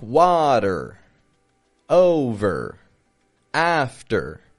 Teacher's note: I'm not stretching it out like a strong R, but it's a quick, flat, quiet and fading what we call a schwa R.